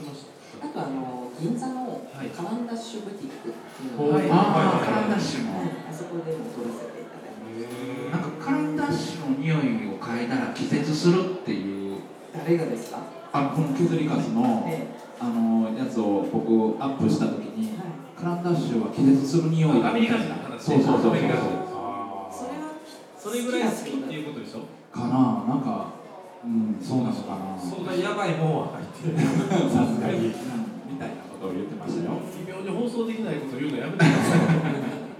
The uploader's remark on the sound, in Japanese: 今回も特別編として、2018年春に開催された、文具と紙と暮らし市での、ホジラジ公開収録の模様をお届けします。